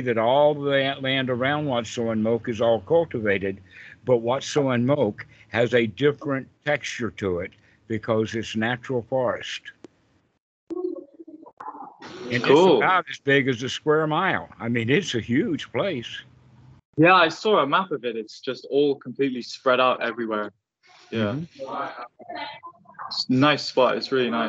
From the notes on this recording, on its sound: during a UK Sangha call